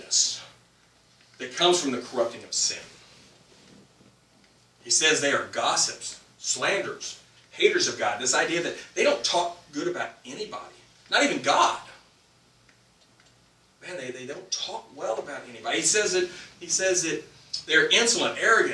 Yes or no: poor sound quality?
yes